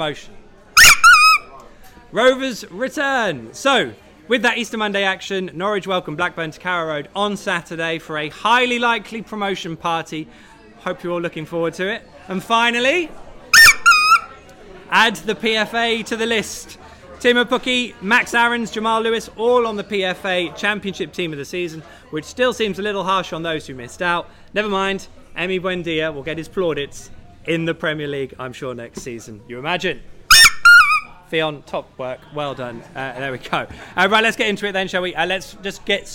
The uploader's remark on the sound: The PinkUn Show 176 is LIVE from London - the Old Red Lion in Islington to be precise. All Canaries supporters are welcome every week to pop along to the pub and have their say live on the show.